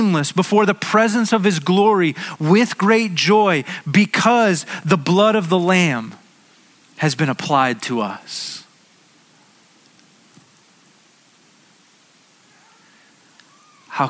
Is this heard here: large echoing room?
yes